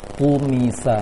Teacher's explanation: usahakan ketika mengucapkan huruf ku tersebut tidak ada tiupan anginnya. · Term: menahan angin